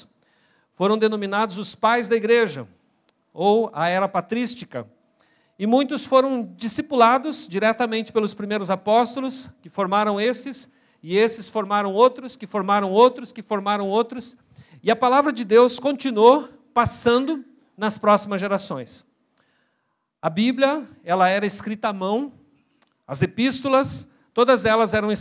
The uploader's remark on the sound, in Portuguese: na Igreja ABA Curitiba (Transmitido ao vivo)